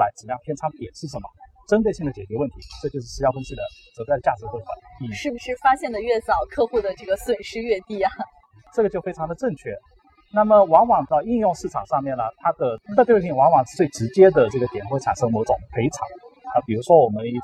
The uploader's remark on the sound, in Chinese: 2019年慕尼黑电子展现场